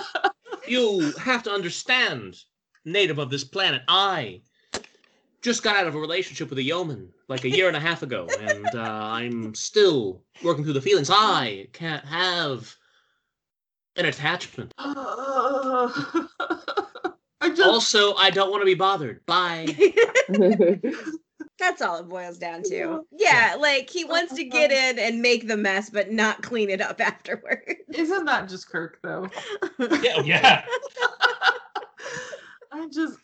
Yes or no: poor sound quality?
yes